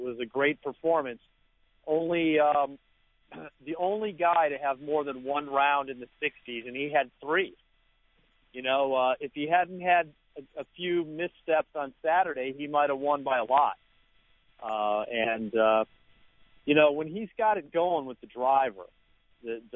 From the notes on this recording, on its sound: Are in the studio. Calls in from Hilton Head.